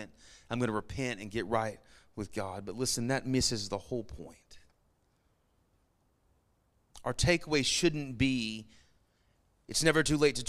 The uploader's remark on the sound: Sermon Audio from our Worship service